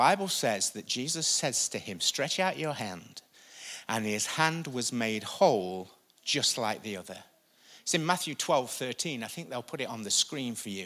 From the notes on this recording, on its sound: Recorded live at the Chesterfield Campus this is the message from the morning service on the 26th May 19.